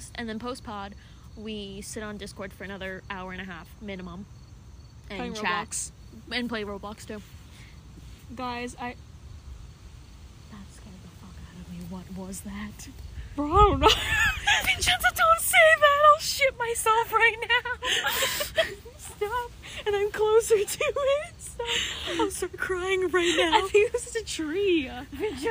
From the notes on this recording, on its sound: are literally outside